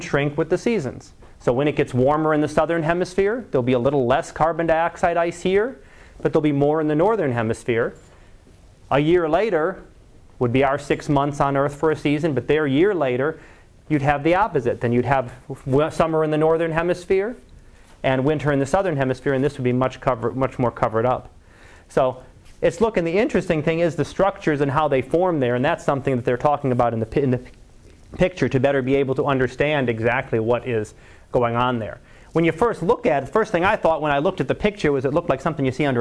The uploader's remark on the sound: Live Class Lecture